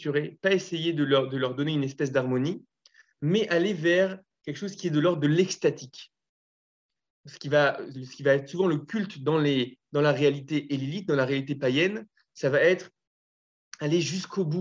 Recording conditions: video call